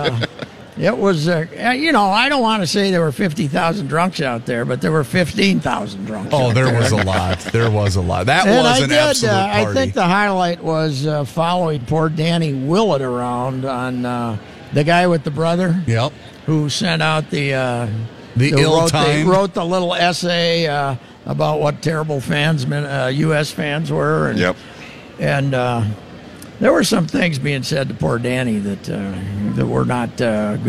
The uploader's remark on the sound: live at the 3M Championship at the TPC